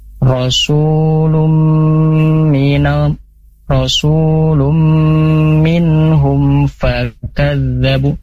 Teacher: huruf fa makhrajnya itu bibir bagian bawah ya, bertemu dengan gigi seri atas · Term: makhraj fa